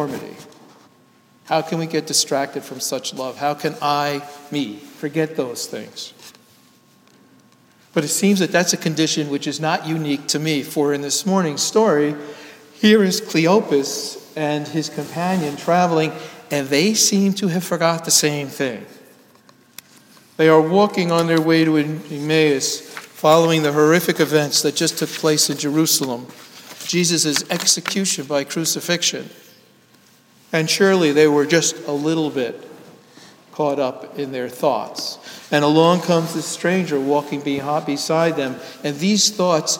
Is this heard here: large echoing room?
yes